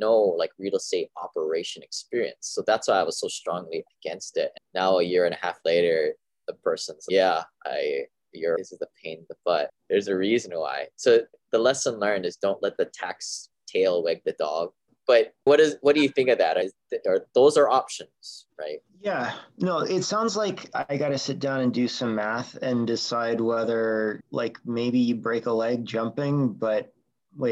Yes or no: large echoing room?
no